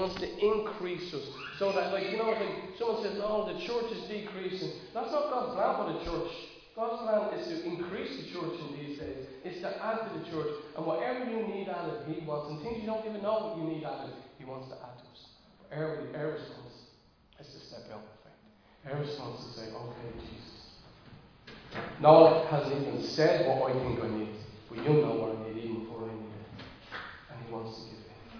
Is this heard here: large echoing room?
yes